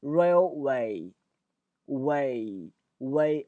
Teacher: 标就是那个 a 出现两个，看到了吗？rail 和 way 都是一个双元音 a，它这样一个发音，发音特点非常简单，两个音叠加在一起，第一个是 a，第二个是 e，所以你连在一起叫 a，先由 a 到 e 的滑动